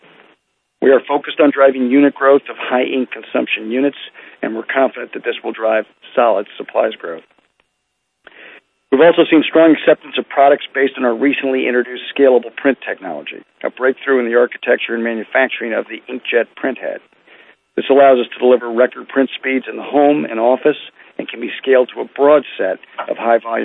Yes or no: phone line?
yes